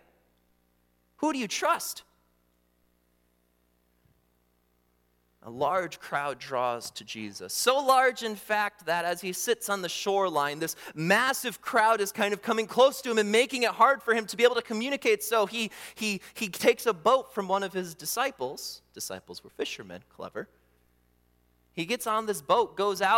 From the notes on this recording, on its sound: during the Morning Worship Service on Sunday, October 22, 2023, at Calvary Baptist Church in Battle Creek, Michigan